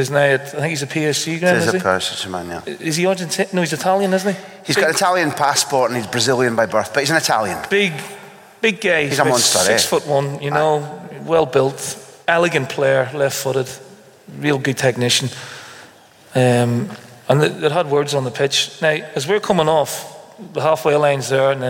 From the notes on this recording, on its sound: filmed in front of a live audience